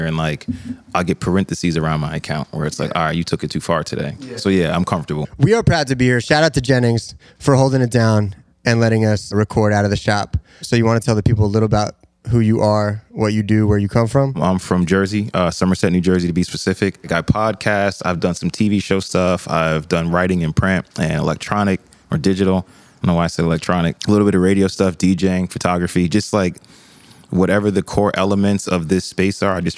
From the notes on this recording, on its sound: We've also found ourselves a new home, recording live from the Noah store in Soho.